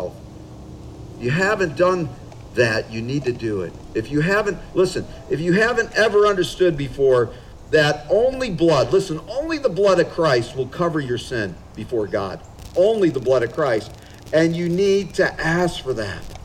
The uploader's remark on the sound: Father's Day Outdoor Service. This was an outdoor service, so please forgive some of the audio quality flaws.